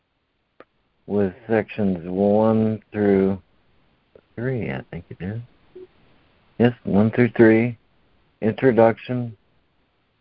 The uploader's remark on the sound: ACIM Daily Conference Call